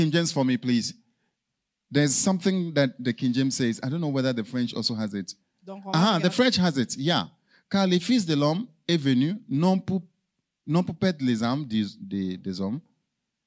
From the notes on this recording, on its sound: Preached during Joyful Hour Service at FCI Ministries, Rabat, Morocco.